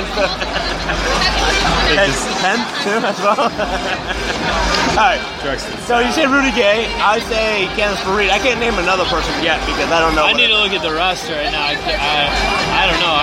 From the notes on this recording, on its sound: Live from MSG.